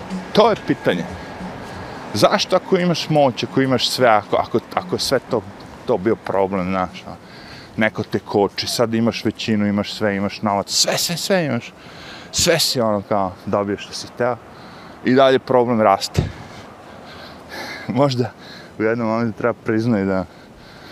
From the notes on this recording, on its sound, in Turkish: CAMERA: DJI OSMO in ACTION, odradio fenomenalan posao sa rocksteady opcijom, audio LG G8 telefon.